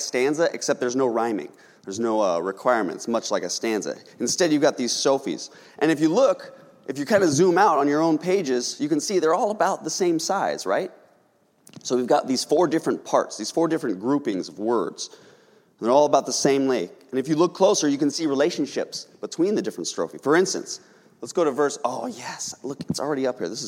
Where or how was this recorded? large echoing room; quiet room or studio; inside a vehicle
large echoing room